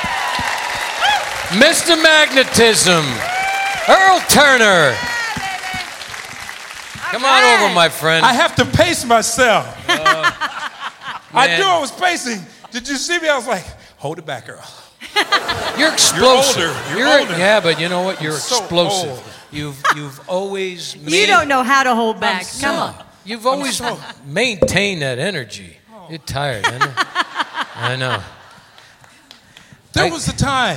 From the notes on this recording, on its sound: Live at the South Point Casino